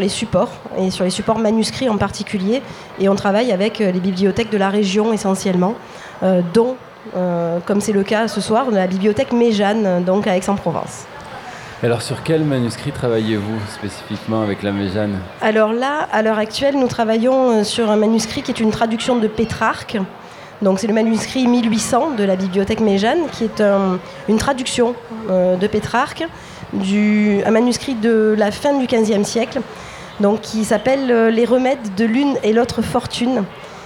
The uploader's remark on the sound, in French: Nous étions en public depuis le Docks des Suds de Marseille, à l’occasion de la Nuit Européenne des chercheur.e.s.